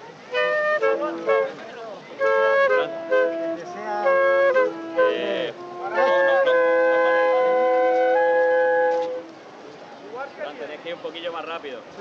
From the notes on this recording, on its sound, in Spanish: Retransmisión en directo del Viernes Santo en Jaén en el año 2022.